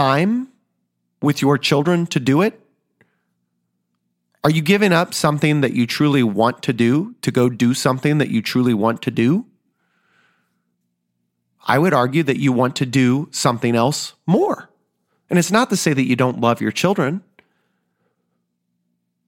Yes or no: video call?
no